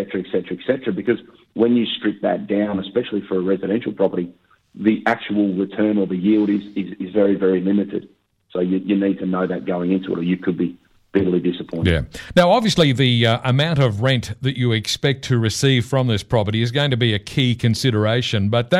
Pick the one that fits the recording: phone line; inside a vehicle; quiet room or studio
phone line